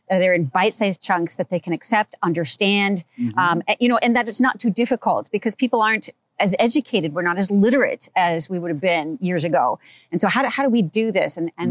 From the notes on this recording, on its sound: conversation at the Annual Napa Institute Conference in Napa Valley California